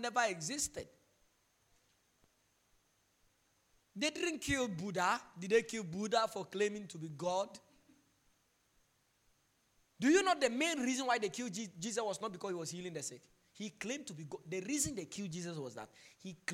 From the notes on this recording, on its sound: Preached during the Jesus Festival 2021